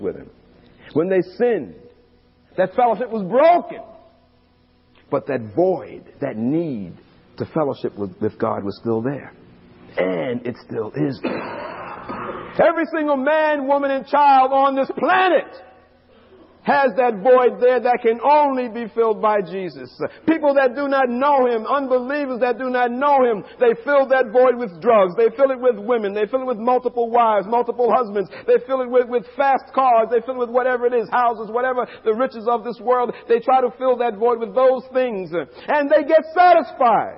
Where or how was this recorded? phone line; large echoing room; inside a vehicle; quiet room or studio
large echoing room